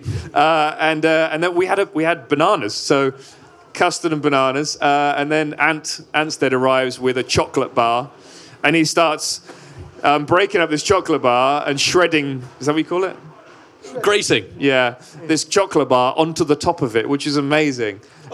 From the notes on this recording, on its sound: For this year’s Goodwood Festival of Speed, we took our microphones with us. This one was recorded in front of a live audience on Lotus’ Goodwood stand.